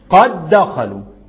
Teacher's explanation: قد ما وقفتش عليه، دخلت الدال في الدال، الاولاني ساكن طيره والتاني حط عليه شده · Term: ادغام